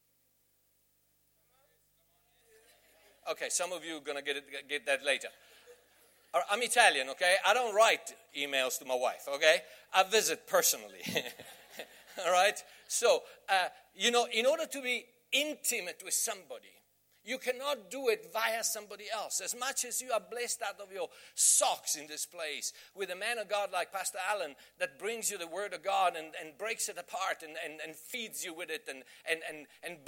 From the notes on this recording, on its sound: Message preached at the Bay Christian Church in Somerset West